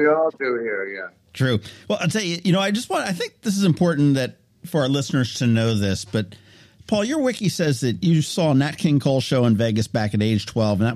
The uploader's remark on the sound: We hopped on the phone